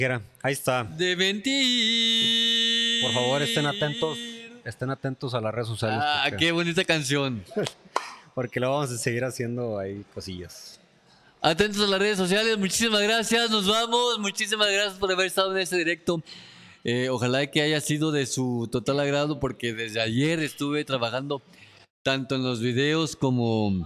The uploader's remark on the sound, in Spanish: El episodio 25 de este podcast fue grabado totalmente en vivo desde las instalaciones de Marín Fitness Center.